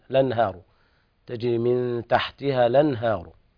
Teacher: في كلمة الأنهار الهاء قرأتها بالتفخيم وهذا حكمها الترقيق لجميع القراء